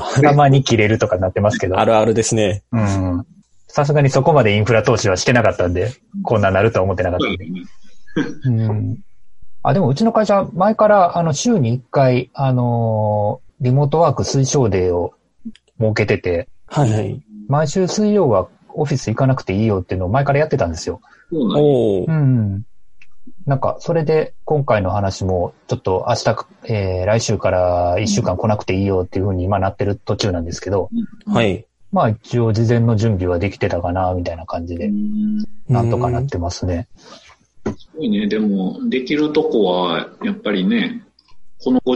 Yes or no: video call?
yes